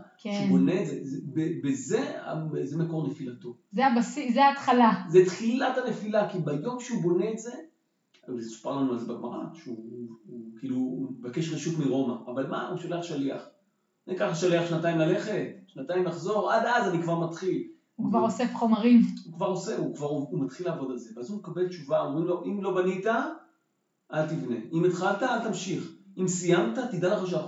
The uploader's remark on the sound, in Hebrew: ההקלטה באיכות פחות טובה מבדרך כלל.